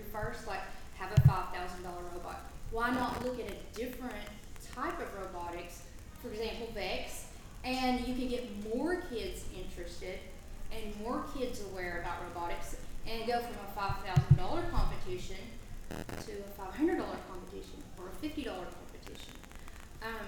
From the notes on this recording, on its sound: Interviews, panel and Q&A from the SAU-Magnolia ERZ Robotics Exhibition held on Dec 5, 2017.